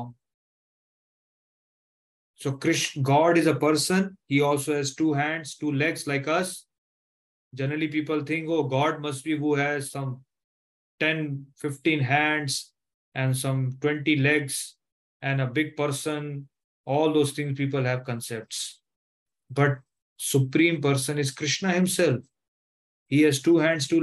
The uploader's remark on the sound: Zoom platform